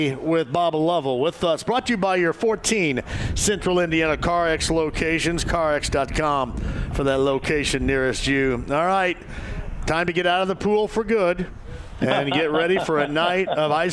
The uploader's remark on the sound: Live From Mystic Waters. Mystic Waters Campground, the location of today's remote broadcast!